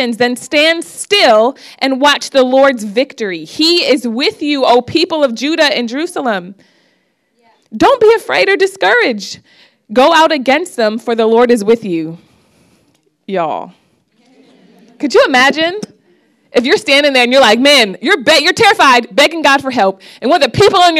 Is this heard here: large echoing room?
yes